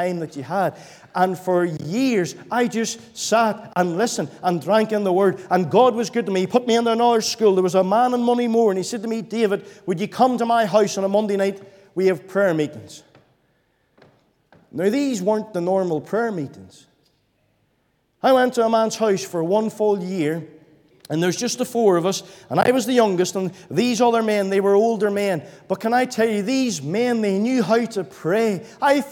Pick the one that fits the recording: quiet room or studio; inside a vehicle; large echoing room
large echoing room